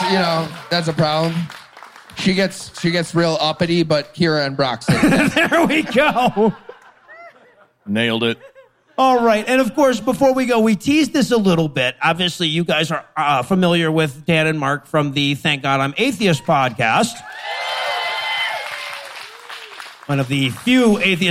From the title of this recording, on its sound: LIVE from Salt Lake City